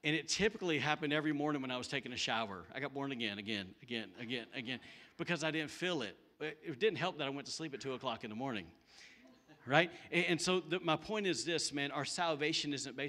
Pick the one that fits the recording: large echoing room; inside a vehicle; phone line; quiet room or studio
large echoing room